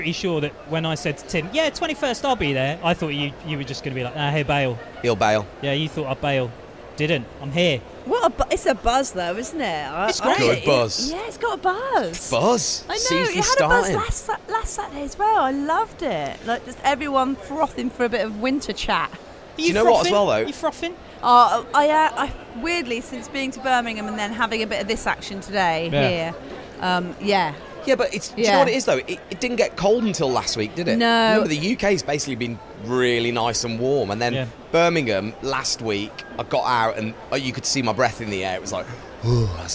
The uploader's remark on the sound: LIVE at the Snow Show.